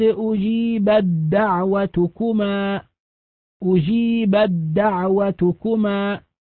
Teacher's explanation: تزول التاء تماما وتصبح دالا مشددة